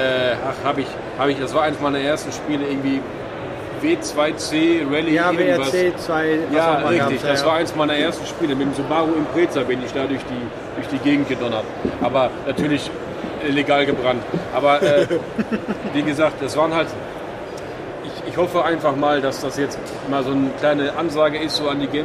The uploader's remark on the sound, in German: Quickie live von der Gamescom 2022. Live von der Messe.